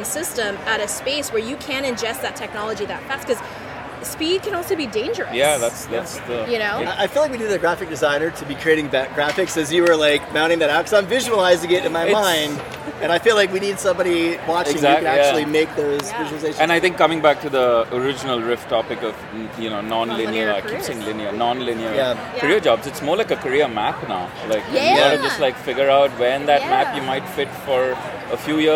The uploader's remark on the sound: live from the Transform Conference in Las Vegas